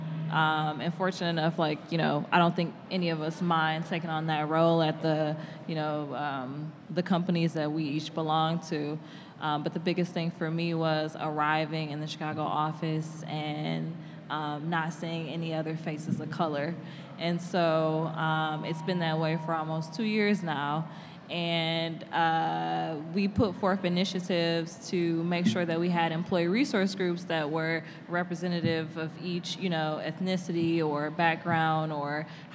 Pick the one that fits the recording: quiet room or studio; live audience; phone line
live audience